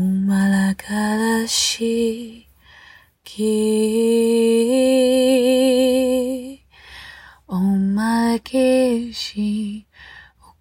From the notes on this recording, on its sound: Sunrise Message From The Forest. I decided I should record her message as I let it flow through me. Open yourself to feeling this message from my beautiful home town forest.